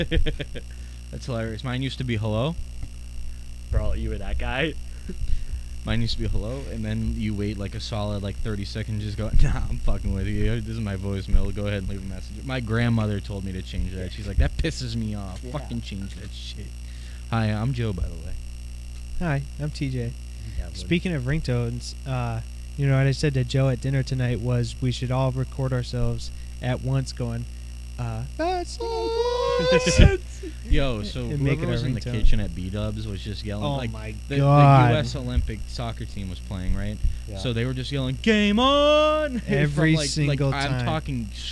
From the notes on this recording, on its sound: Hey sorry guys but I left the AC on and screwed up the Audio